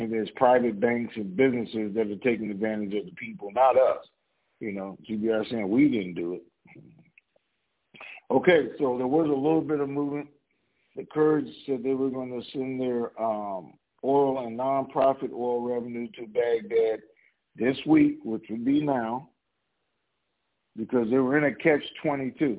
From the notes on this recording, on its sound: TNTSuperfantastic Conference Call